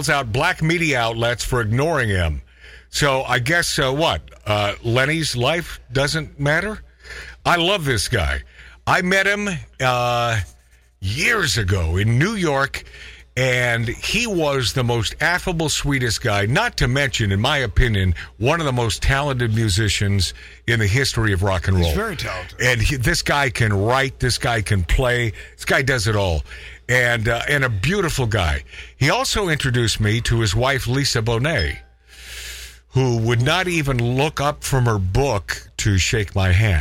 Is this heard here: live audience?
no